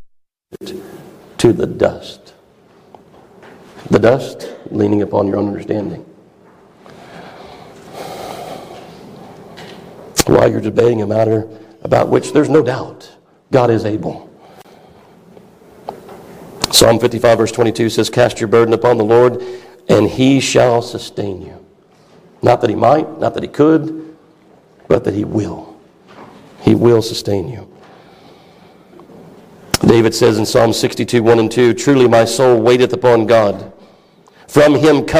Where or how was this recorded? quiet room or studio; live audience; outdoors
live audience